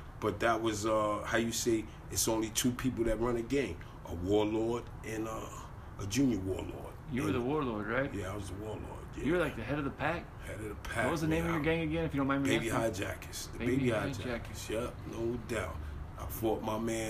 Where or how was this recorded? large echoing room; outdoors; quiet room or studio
outdoors